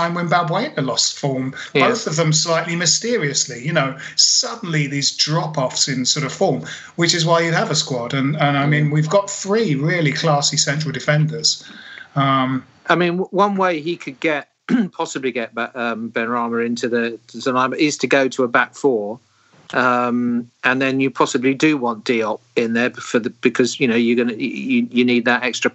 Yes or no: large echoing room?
no